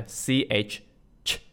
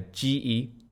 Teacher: Both the CH, CH, and the GE are like twins, at least not completely identical, but the first one is a voiceless or unvoiced sound, whereby the GE sound is a voiced sound. When I say voiced, it means when we make the sound, it will vibrate our vocal cord, compared with CH.